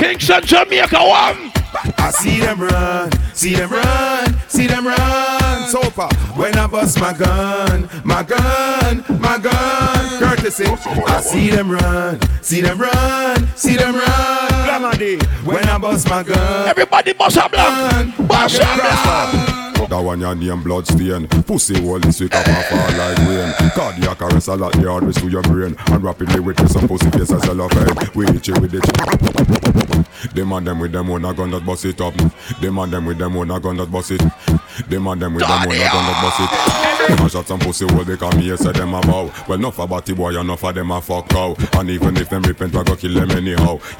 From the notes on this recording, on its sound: LIVE AUDIO CLIPS FROM FAYAH SUNDAYS HOLLYWOOD. SORRRY ABOUT THE SHORT CLIPS.